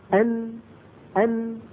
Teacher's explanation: أن حرف النون اصطدم طرف اللسان بما يحاذيه من الحنك الأعلى فسمعنا صوت النون